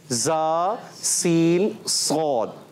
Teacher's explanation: زبان کی بالکل باریک نوک، اور اس سے یہ حروف ادا ہوتے ہیں · Term: حروف اصلیہ